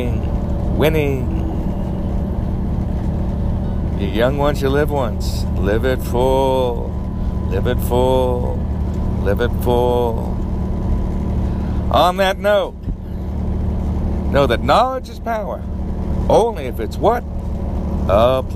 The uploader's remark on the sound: Live from the Grand Canyon